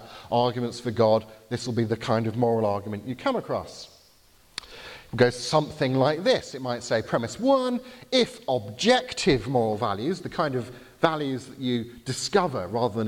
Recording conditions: live audience